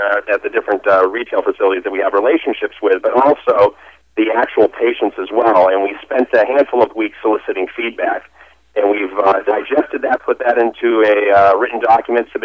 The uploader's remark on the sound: called in to SmallCapVoice.